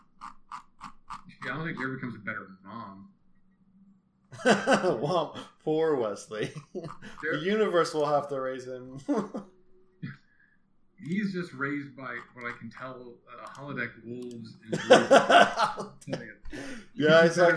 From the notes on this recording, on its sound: You’ll have to excuse the audio. Started this conversation over a friendly game of Stellaris and the topic of Tarantino’s Trek came up and we started recording…without headphones.